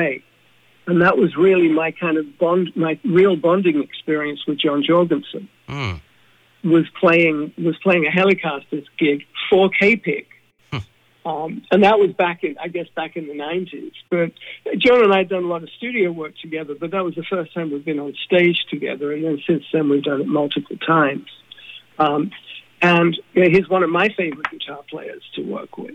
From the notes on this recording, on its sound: chats on the phone